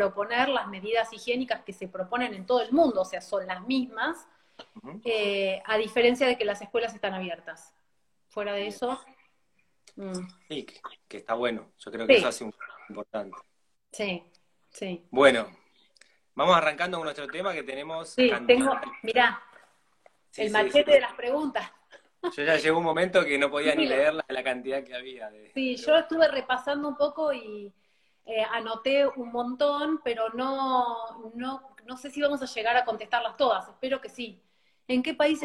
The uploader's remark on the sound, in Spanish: Audio de la charla en VIVO por Instagram